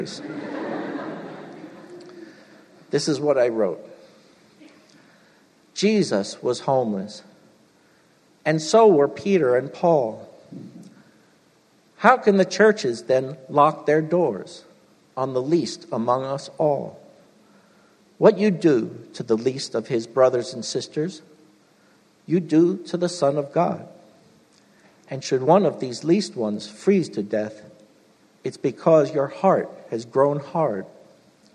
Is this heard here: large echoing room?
yes